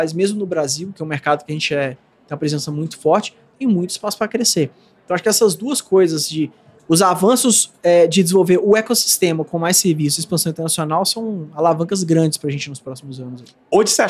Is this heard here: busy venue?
yes